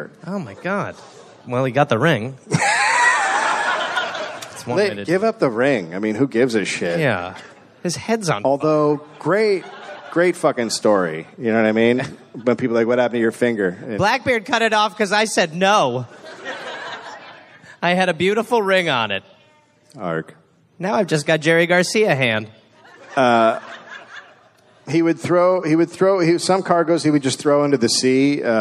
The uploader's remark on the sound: Live in Charlotte, NC